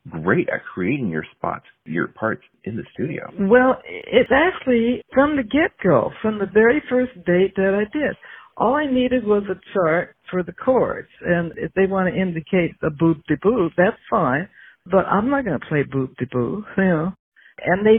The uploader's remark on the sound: spent two hours on the phone together